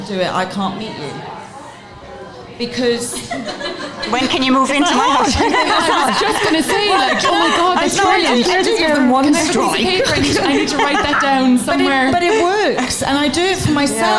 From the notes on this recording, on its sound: Our first live podcast held at Brown Thomas Cork.